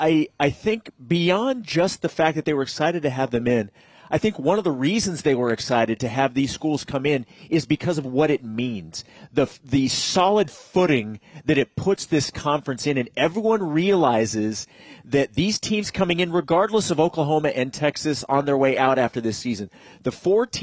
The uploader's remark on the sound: BYUSN is live at the Big 12 Media Days.